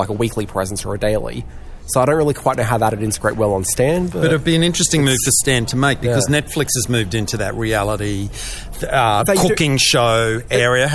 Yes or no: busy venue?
yes